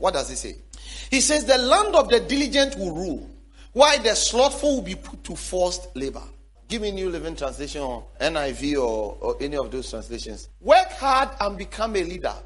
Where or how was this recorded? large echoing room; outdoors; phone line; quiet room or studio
large echoing room